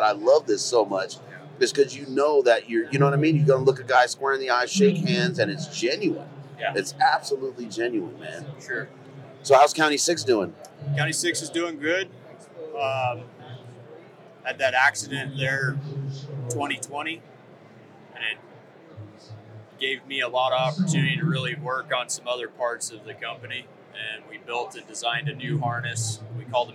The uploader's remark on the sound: Hunt Expo Live From the Initial Ascent Mountain Dude Table. Live recordings from Western Hunting and Conservation Expo in Salt Lake from the Initial Ascent booth!